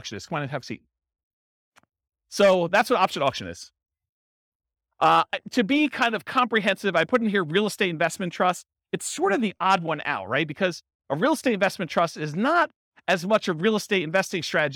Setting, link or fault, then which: setting, live audience